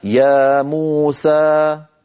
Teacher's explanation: يعني يا موسى، لما أقول أنا يا موسى هذا المقدار من أول ما نطقت إلى أن سكت، يا موسى مجموعه ست حركات، لأن يا بمقدار حركتين، مو بمقدار حركتين، سا بمقدار حركتين، فمجموع الكل صار ست حركات